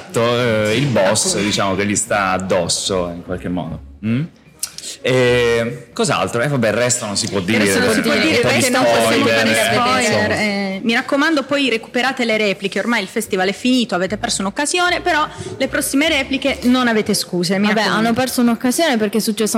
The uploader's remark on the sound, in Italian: Primo episodio speciale di prefestival in diretta dal Foyer del Teatro Kismet di Bari.